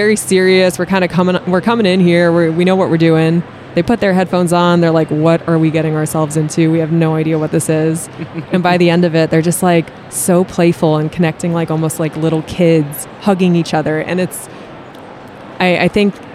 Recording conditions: busy venue